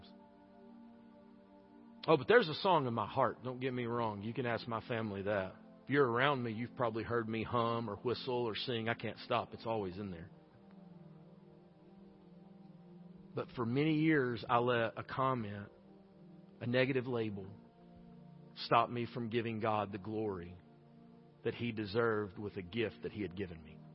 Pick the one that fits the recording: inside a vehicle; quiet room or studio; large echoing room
large echoing room